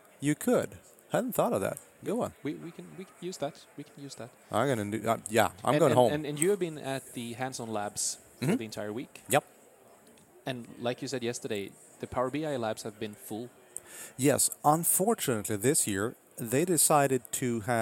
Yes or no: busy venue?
yes